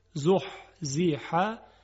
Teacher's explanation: دو تا حرف حاء هست که از وسط حلق تلفظ میشن